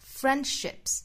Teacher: 那这个 s 应该读轻辅音的 s 的发音